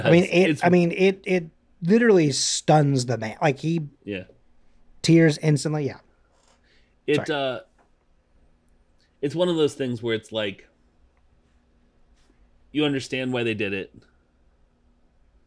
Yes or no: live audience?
no